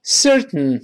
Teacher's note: 舌头贴在上方不动，没有说 ten，没有往外喷射，是舌头贴住上方。大声来遍，certain。如果读不准，你就想象着读完 cert 之后开始冷笑，cert，嗯嗯嗯嗯嗯嗯嗯，cert，嗯嗯嗯嗯，certain，哎，可能就好了。但是不能用劲儿，不要都 certain。那鼻涕就出来了啊！我们 certain，你像 didn't 也是一样。我们先慢慢读这个词，didn't。读快之后，还是舌头贴住这个上牙膛，气儿从鼻子出来。我们读快一点，didn't，didn't。didn't，注意 did 发嗯嗯嗯嗯嗯，注意到了吗？舌